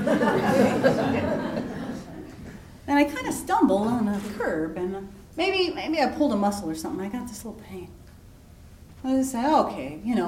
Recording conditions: live audience